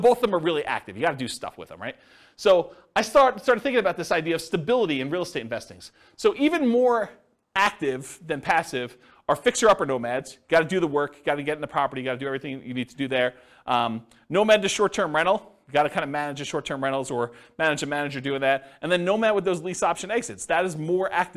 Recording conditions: live audience